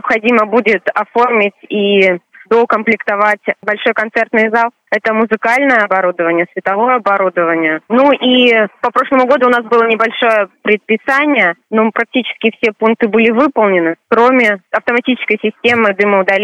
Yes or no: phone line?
yes